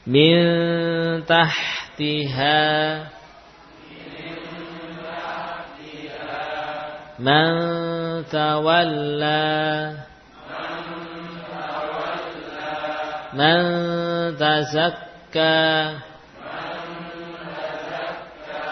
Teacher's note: nun tidak lagi nempel pada gusi ujung lidahnya · Term: nun yang samar